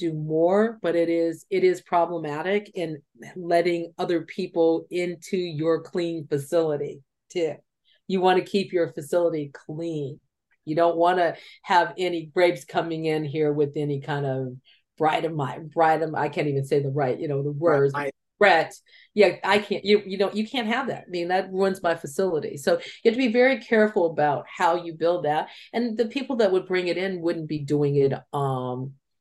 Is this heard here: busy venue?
no